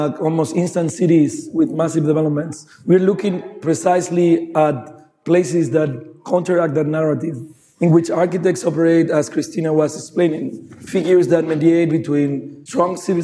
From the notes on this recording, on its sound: Archinect's first live-podcasting event series, hosted at the Chicago Cultural Center during the Chicago Architecture Biennial's opening weekend.